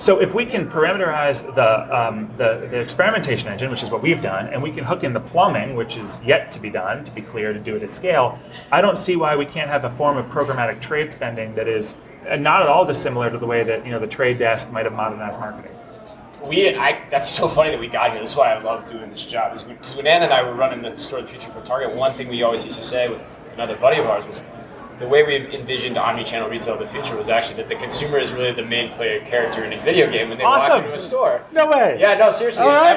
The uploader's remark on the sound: Live From Groceryshop